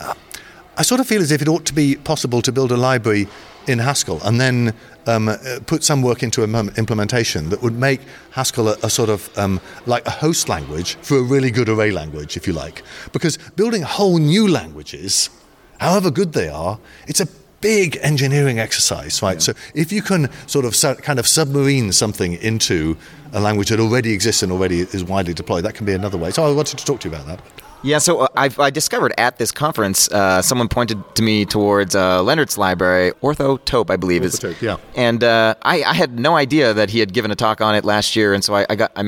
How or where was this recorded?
busy venue